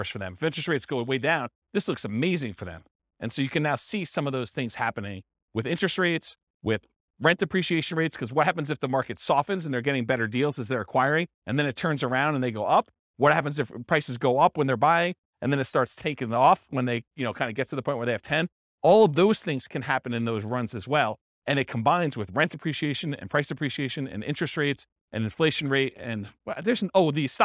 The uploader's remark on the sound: This was a live class recorded